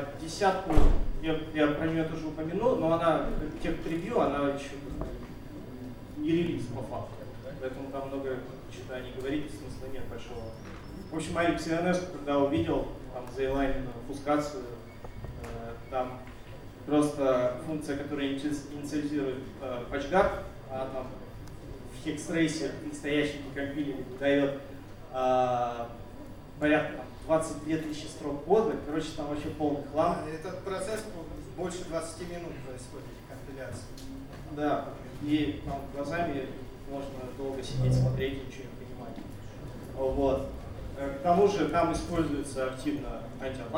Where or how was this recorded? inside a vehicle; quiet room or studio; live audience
live audience